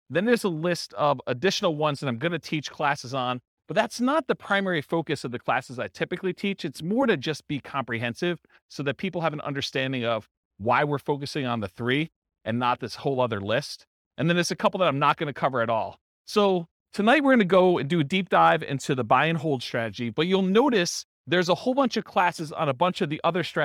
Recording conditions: live audience